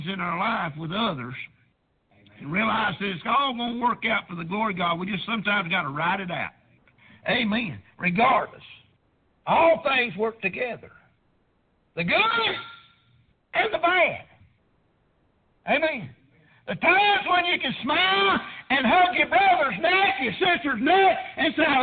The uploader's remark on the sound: Preached at prayer Baptist Church